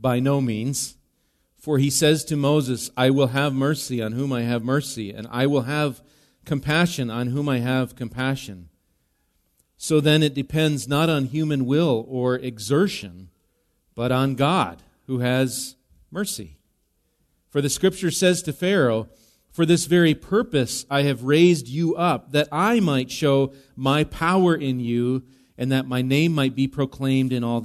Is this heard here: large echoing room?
yes